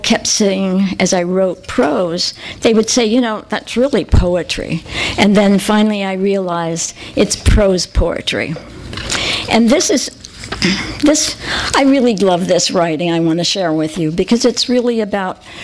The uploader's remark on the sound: THIS EVENT WAS RECORDED LIVE AT SKYLIGHT BOOKS OCTOBER 7, 2012.